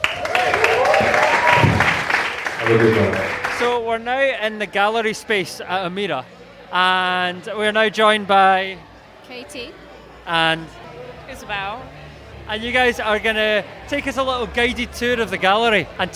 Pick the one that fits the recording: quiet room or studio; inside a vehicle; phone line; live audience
live audience